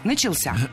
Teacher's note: Правильный вариант – «начался», только так. Ударение в этом слове падает на возвратную часть «ся».